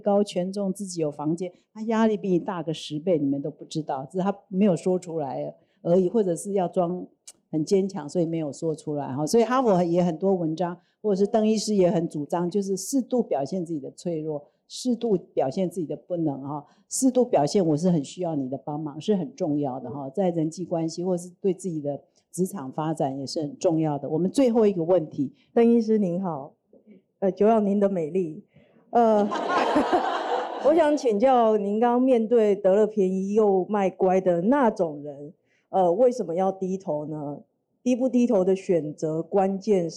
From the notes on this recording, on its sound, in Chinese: 這次訪談是哈Pod首次公開錄製。開放60多位粉絲現場參與並提問。